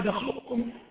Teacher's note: يعني كأنك هتقول قاف بس ما تطلقهاش · Term: صفة الاستعلاء